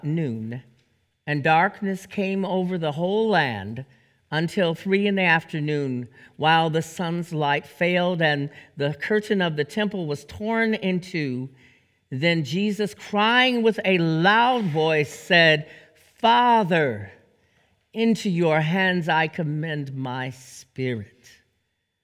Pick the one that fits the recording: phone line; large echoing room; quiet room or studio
large echoing room